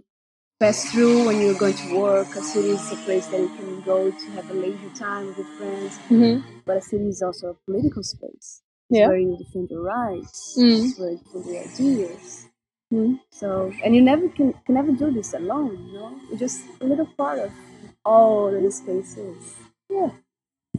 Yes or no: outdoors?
yes